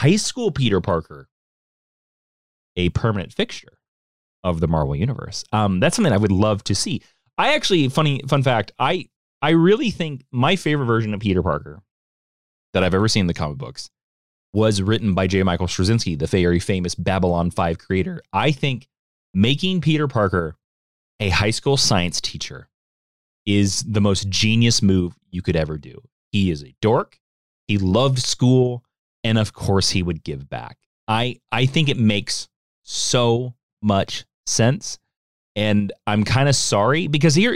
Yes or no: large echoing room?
no